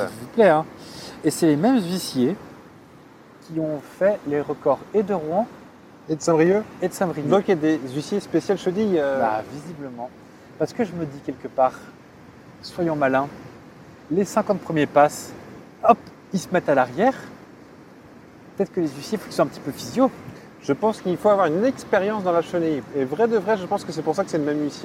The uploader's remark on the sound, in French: C'est pour cela que le son peut vous paraître un peu différent de d'habitude avec des bruits d'ambiance. On a quitté notre studio pour une excursion exceptionnelle.